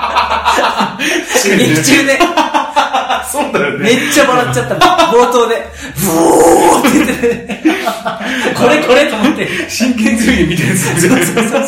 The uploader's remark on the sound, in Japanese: 今回も対面での収録！録音環境の都合上少々聴こえづらく感じるかもしれません。マジで飛行機のジェット音じゃん！